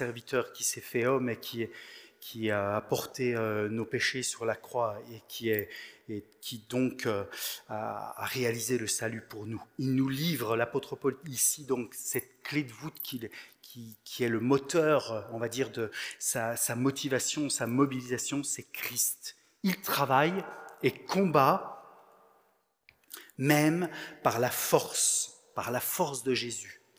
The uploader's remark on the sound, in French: Enregistré à l'église CVV, le 20/11/2022